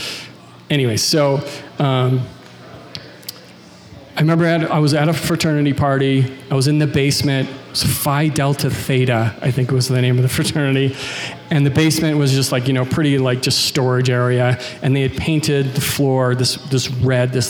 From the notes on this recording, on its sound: from a Raconteur event recorded at The Preservery on September 14th